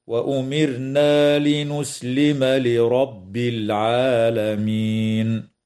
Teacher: قوله تعالى: وأمرنا لنسلم لرب العالمين. ترقق الراء وصلا ووقفا في كلمة وأمرنا لسكونها بعد كسر أصلي، بينما تفخم وصلا ووقفا في كلمة لرب لأنها مفتوحة